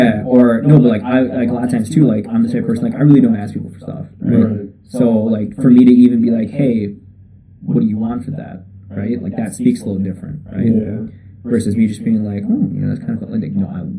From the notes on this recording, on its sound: First off, the audio is not the greatest. Our first guest with the new mic setup was definetely a learning experience.